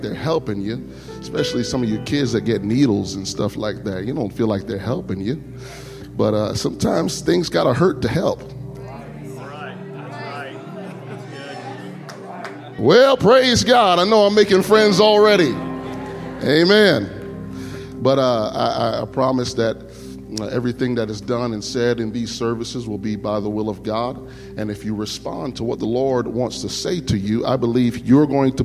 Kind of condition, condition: setting, large echoing room